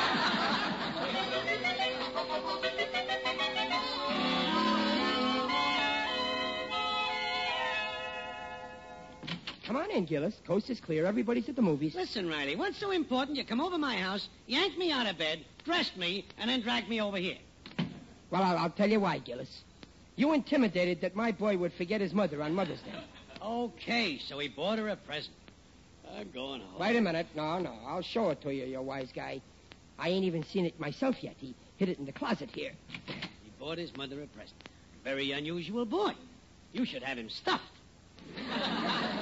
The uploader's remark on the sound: howls of laughter and applause from surprised audience members